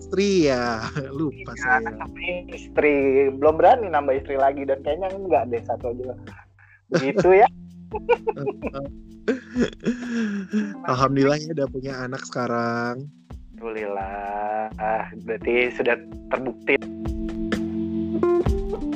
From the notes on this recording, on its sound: Terribly sorry for rubbish sound quality but hey this is the first episode right.